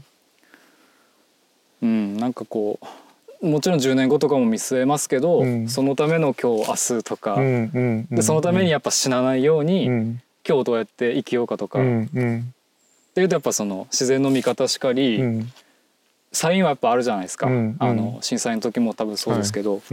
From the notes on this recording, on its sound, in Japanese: 森の中を歩きながらおしゃべりしました。気持ち良い秋晴れの森の中。